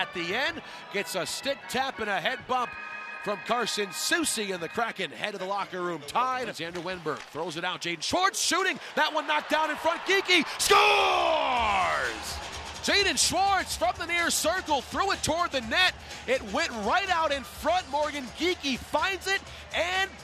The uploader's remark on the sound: Radio calls from the booth. From Ball Arena.